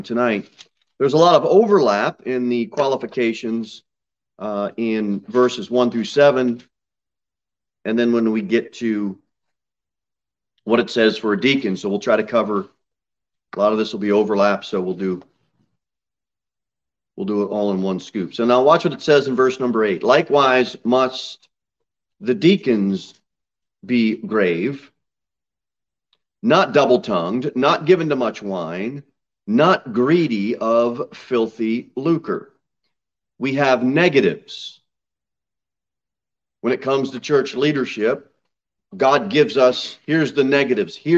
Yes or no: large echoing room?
yes